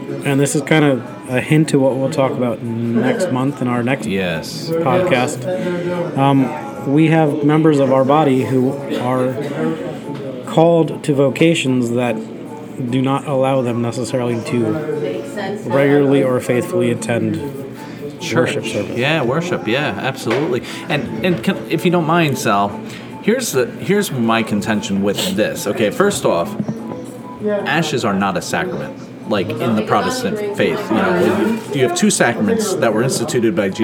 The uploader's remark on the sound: This episode was recorded at The Newton Sports Bar and Kitchen. This episode was recorded at The Newton Sports Bar and Kitchen.